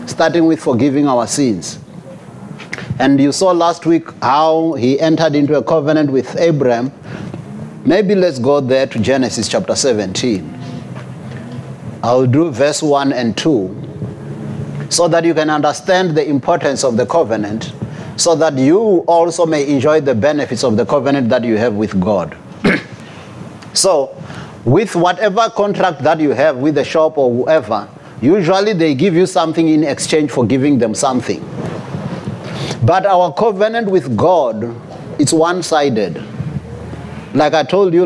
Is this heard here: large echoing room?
yes